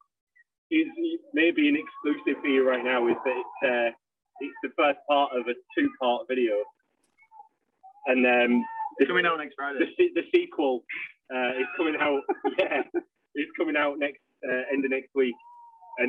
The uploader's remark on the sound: Live At Riff Fest 2021. Note: The sound isn't the best. The band were at Riff Fest 2021, so this interview was done before they took to the stage, in a car via phone.